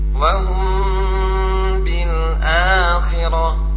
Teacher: pengucapannya dengan ikhlab, dia tertutup bibirnya